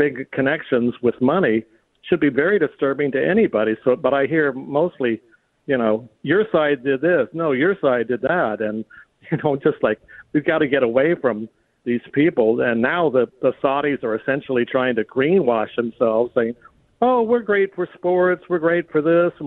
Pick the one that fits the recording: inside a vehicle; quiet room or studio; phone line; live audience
phone line